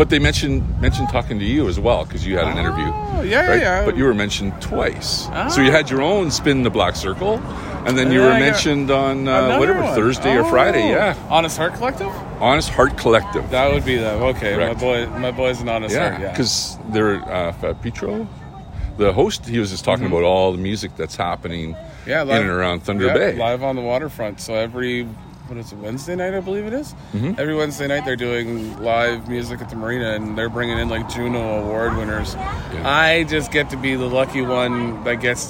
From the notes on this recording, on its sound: I happened to be in that area of Thunder Bay , it was a warm summer day. The following recording is our conversation from his lawn as his children took care of the bustling business in the background.